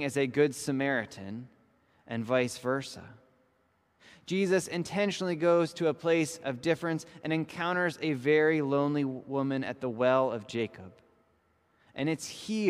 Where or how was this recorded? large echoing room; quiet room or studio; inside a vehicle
large echoing room